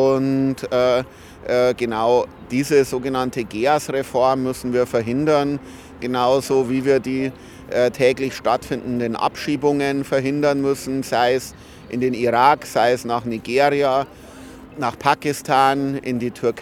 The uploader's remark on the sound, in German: Ausschnitte aus Kundgebung gegen Abschiebungen am Tag der Menschenrechte (10. 12. 2023) in Wien. Eine Aufnahme aller Reden gibt es diesmal nicht, einserseits weil ich zu spät gekommen bin.